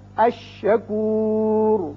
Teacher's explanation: حرف شمسی ہے وہ تشدید کے ساتھ پڑھا جاتا ہے اور لام نہیں پڑھا جاتا یعنی ادغام ہوتا ہے.